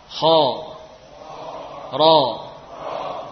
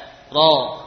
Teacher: huruf ra juga ada kemiripan dalam sifat tebal ini ya, sama dengan huruf kha